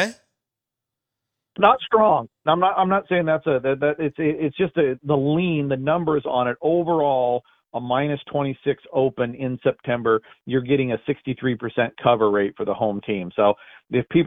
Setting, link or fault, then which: link, phone line